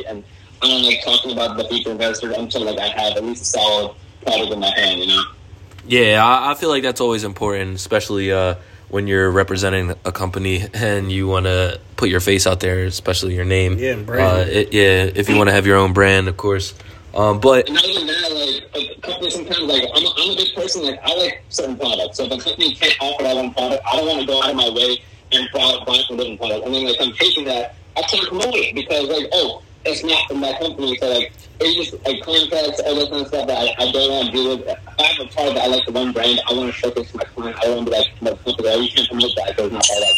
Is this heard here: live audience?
no